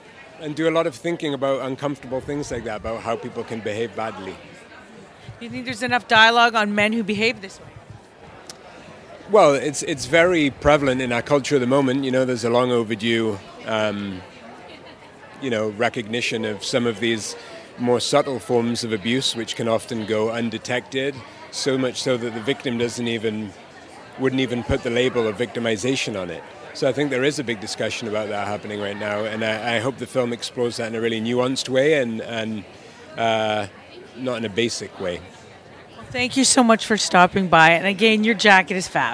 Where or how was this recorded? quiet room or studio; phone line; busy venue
busy venue